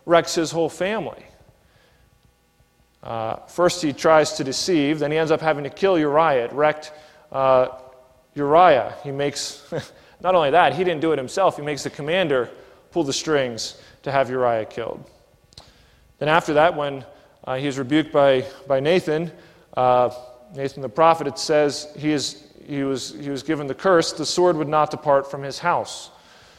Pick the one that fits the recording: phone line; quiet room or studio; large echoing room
large echoing room